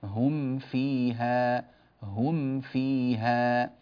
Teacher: بعد أن نطبق شفتينا تماما على الميم ونظهرها تماما نفتح للفاء · Term: إظهار